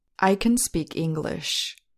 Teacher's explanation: Note that the auxiliary verb can is not stressed. It is in its so-called weak form.